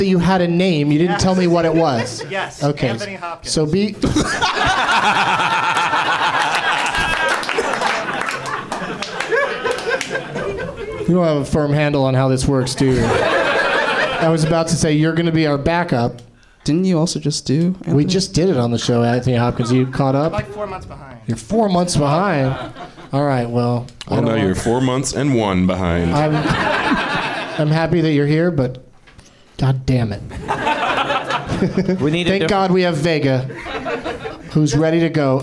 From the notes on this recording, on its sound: Live from the NerdMelt Showroom in LA